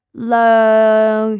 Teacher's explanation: However, one thing that's worth noticing is that the NG sound, the ending sound in Cantonese, is a lot softer than in English. And also, it's quite nasal.